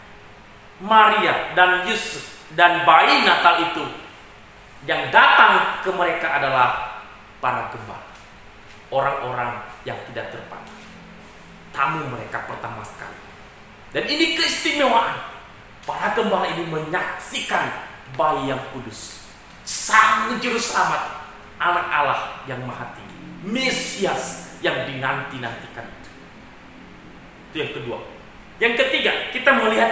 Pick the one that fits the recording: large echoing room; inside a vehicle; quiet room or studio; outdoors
large echoing room